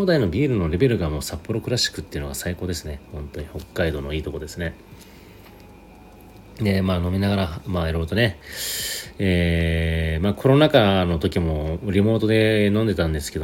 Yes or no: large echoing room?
no